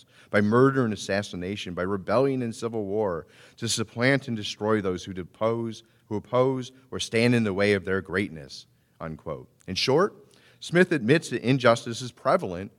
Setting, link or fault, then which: setting, large echoing room